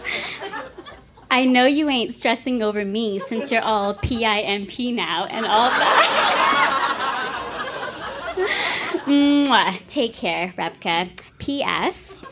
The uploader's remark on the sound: (Calgary). Recorded live in Calgary, AB.